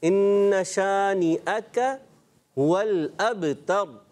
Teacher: کاف کی زبر کو بھی لمبا نہیں کریں گے